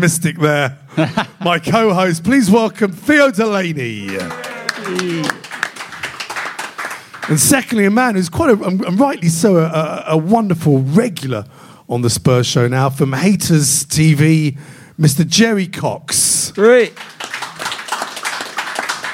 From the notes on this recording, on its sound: In front of a live audience at #SpursShowLive.